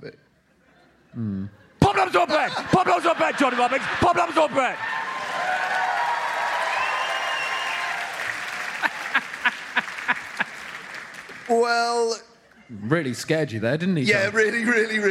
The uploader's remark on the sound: Live at the Bristol Hippodrome. Live in Bristol.